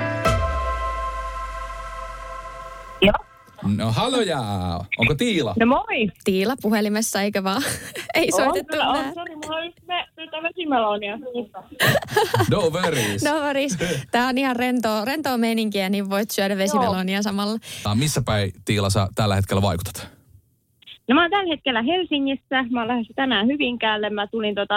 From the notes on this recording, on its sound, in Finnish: puhelinhaastattelussa